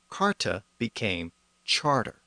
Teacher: the Latin CA or ca sound was often pronounced as cha around Paris